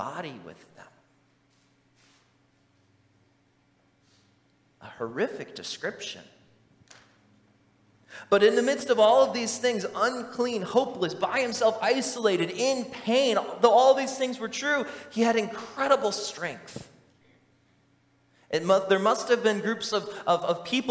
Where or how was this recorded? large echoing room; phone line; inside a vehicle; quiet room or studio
large echoing room